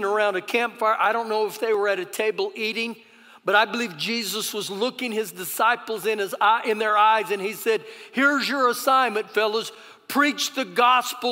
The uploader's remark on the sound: Recorded live during our Sunday morning service